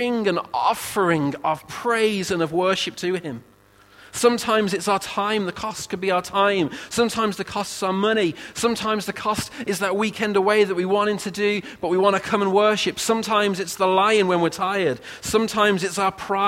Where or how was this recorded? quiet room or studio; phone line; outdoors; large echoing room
large echoing room